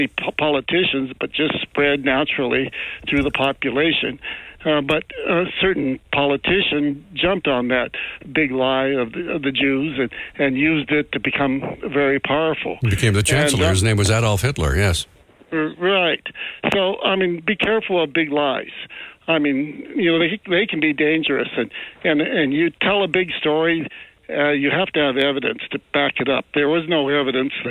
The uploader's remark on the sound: Open Phones